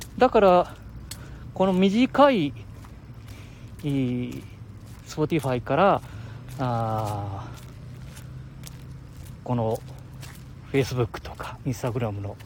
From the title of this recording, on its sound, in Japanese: 街さんぽ LIVE